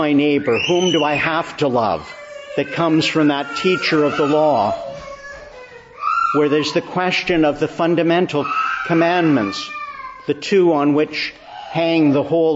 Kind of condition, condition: setting, large echoing room